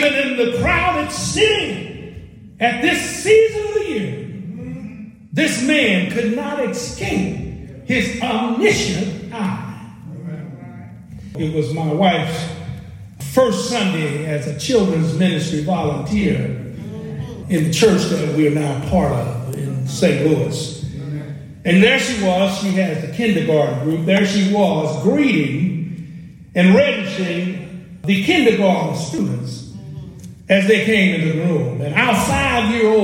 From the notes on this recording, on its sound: Preaching during the 2023 Big Enough Conference at the Clay Street Missionary Baptist Church, Shelbyville, Kentucky